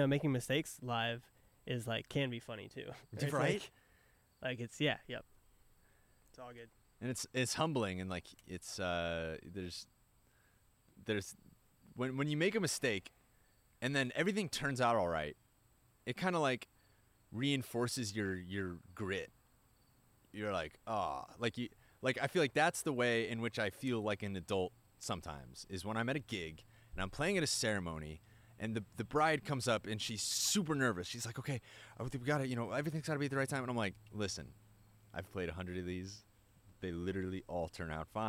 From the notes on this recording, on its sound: recorded one in the backyard